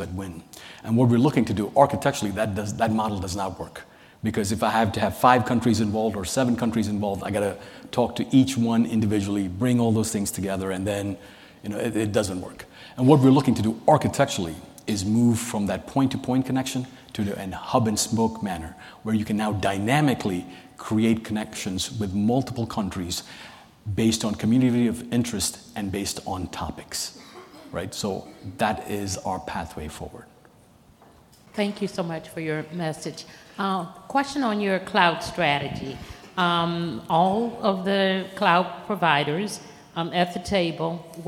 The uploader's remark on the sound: a keynote session from ACT-IAC's 2023 Emerging Technology and Innovation Conference